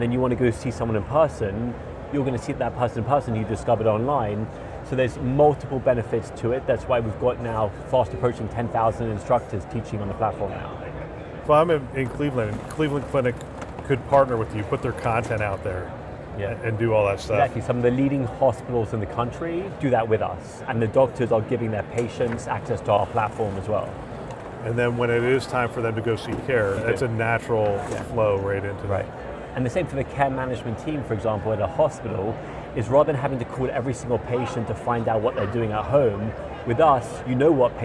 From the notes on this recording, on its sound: Interview in Action live from ViVe 2023